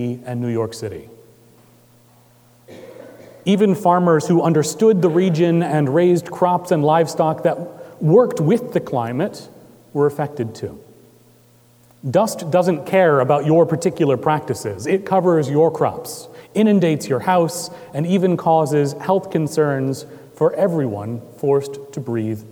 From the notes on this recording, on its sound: Recorded March 25, 2018 at Trinity Presbyterian Church in Bixby, Okla.